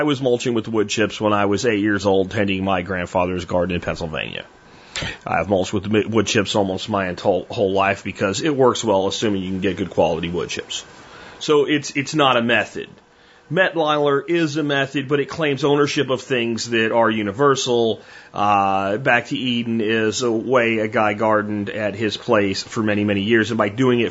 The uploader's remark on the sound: Listener Calls